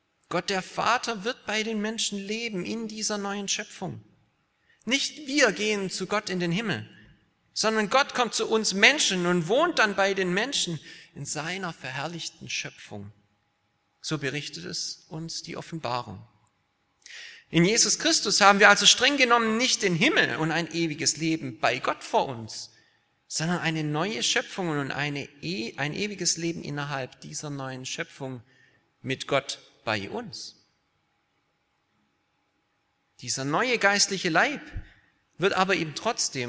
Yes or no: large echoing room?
yes